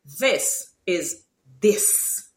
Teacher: Guyanese do not pronounce the th that is voiced, the th that is voiced. What they do instead is they replace it with a D.